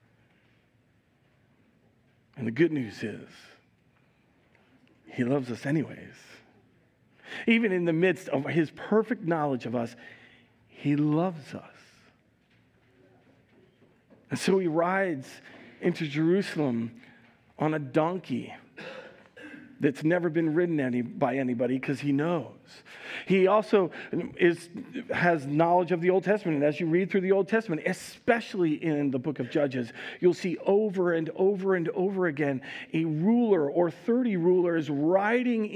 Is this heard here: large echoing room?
yes